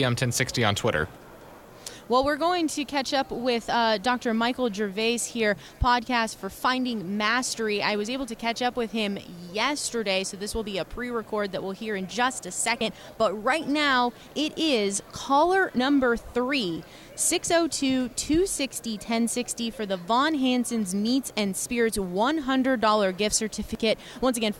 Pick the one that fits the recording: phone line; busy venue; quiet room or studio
busy venue